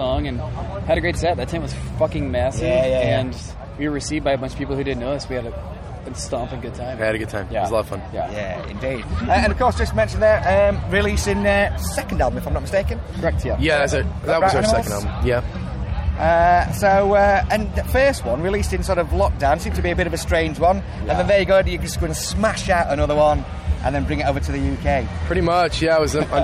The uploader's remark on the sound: after the set at Download Festival 2022